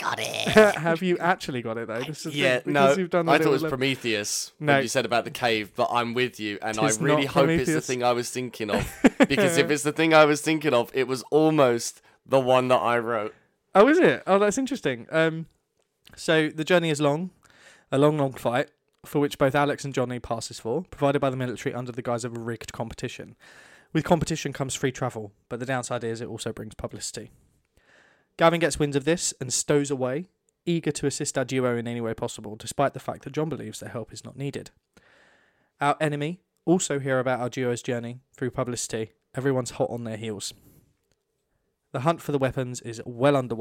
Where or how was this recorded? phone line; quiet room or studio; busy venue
quiet room or studio